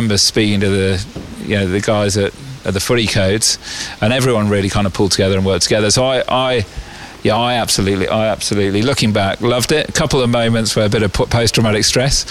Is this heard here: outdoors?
yes